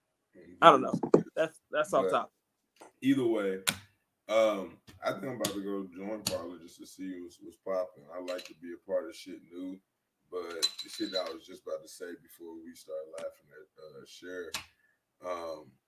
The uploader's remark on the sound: Due to technology challenges, audio may be challenged and music/sounds have not been added.